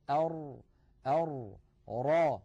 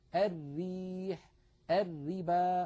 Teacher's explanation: لاحظوا بأن مؤخرة اللسان في الراء المفخمة قد تصعدت إلى الحنك، بينما مؤخرته في الراء المرققة ما زالت مستفلة إلى أسفل اللسان، مع أن المنطقة التي يقرع فيها طرف اللسان اللثة واحدة، وهي المنطقة الزرقاء اللون الغامقة.